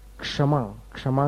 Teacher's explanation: गुजराती लोग कई बार क्षमा, क्षमा के बदले समा या ऐसा कुछ बोलते हैं